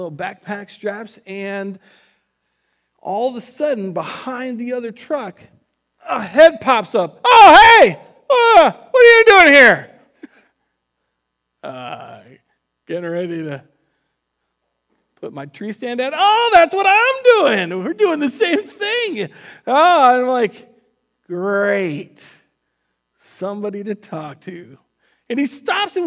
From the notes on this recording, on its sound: Recorded on September 6th, 2020 at Word of Life Church in Le Sueur, MN.